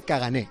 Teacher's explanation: En catalán es cagané, la R no se pronuncia.